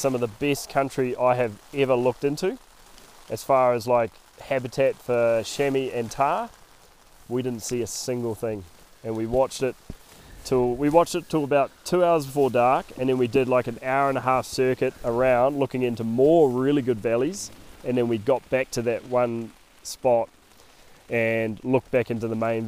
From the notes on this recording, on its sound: They are recording this podcast in a tent on the top of a mountain in the middle of nowhere, expect to hear some wild weather in the background as they hunker down out of a snowstorm.